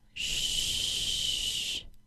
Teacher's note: Notice that you don't feel a vibration against your fingers when you say that sound. · Term: SH sound